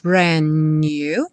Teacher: You make me feel brand new, já juntando os dois N's, né?